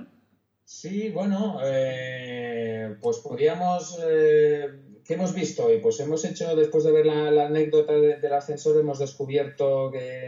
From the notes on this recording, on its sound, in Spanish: Audio de baja calidad